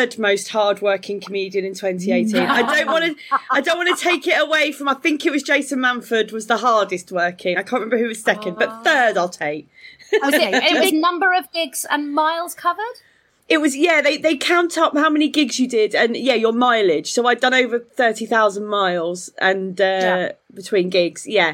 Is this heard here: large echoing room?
no